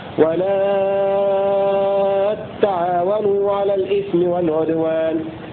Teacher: فهنا ولا تعاونوا هذا فعل مضارع مسبوق بلا النهية فيشدد تشدد التاء وتمد الألف قبلها ست حركات